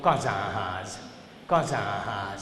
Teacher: most jön egy rendes A, mert a magyarban van ilyen, és az nazalizálva van és hosszú